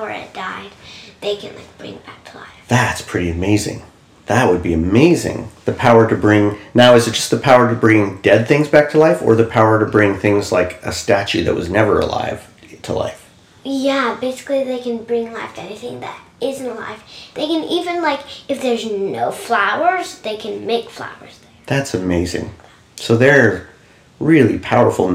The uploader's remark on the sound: The sound quality will be better in about three more episodes, when we switch to better mics